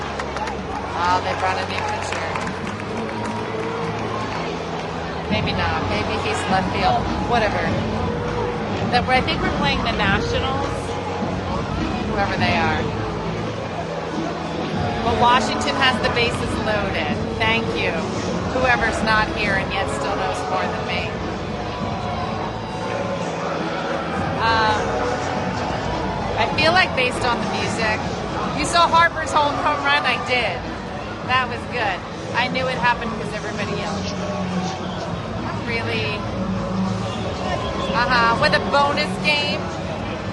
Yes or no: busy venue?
yes